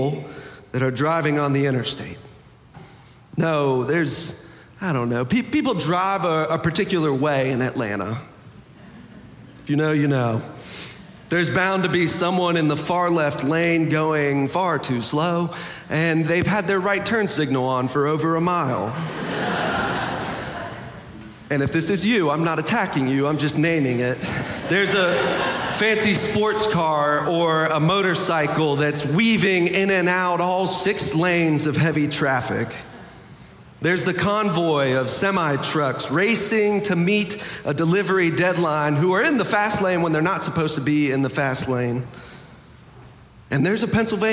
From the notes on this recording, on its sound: For our Sanctuary and MorningSong Worship Services.